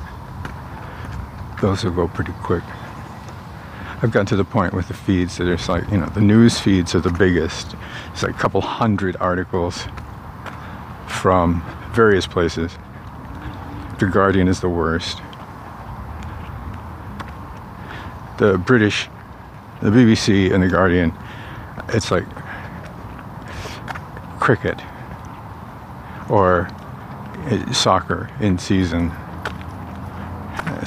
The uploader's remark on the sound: Lots of heavy engine noise this morning.